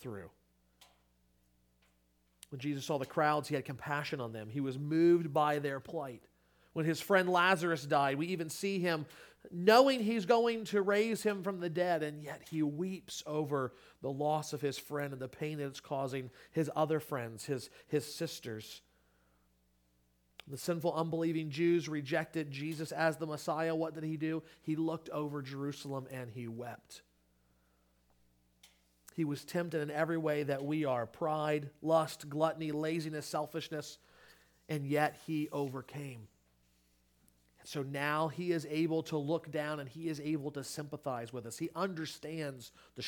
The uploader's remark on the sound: Sermon Audio from Crossway Christian Church